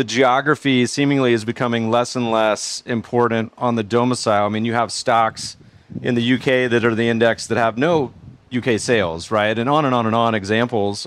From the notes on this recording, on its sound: Live at Future Proof!